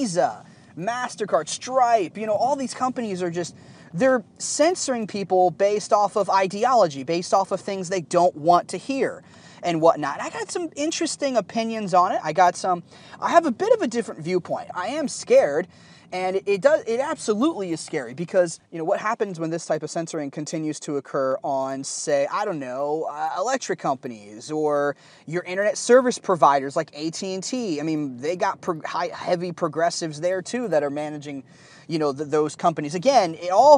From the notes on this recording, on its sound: The audio isn't that good in this episode because I recorded it on a cheap lapel mic while I was driving over the weekend.